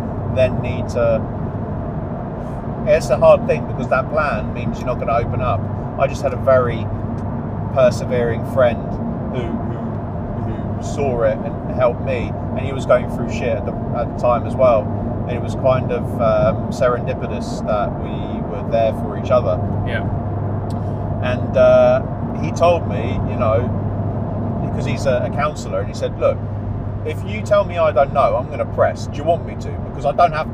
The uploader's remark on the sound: It was about half an hour in to the drive. This was recorded in the rather noisy GT86, and using microphones I've not used before. There may be some road noise, and there's two parts to the recording.